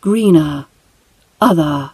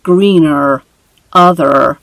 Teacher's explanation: Now, the ending of greener and other, we don't, as in the American R sound, we don't hear that at the end of the greener, other. We use more of a schwa sound at the end. · Shown in: first take